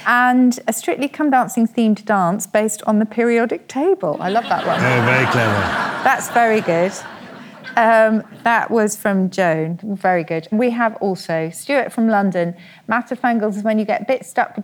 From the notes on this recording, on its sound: Recorded live at the Fortune Theatre in London. Our lovely audience of Purple People.